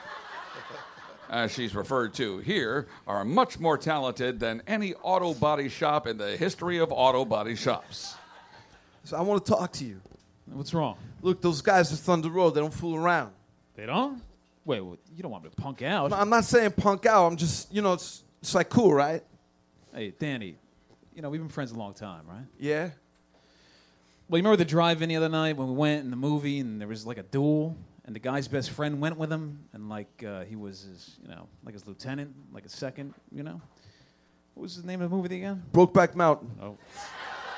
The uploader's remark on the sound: This is the full live recording of "Grease-Live at the Comedy Cellar". Taped in front of a live audience at the Village Underground in the West Village.